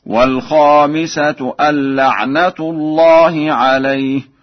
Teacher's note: قرأ ورش أن لعنة بتخفيف النون ورفع التاء في لعنة